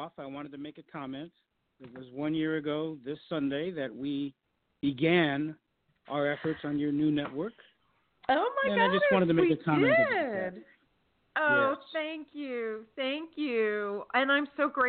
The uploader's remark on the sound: in response to callers' questions